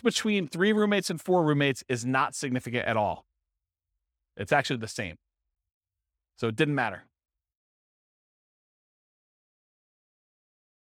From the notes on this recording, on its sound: This was a live class recorded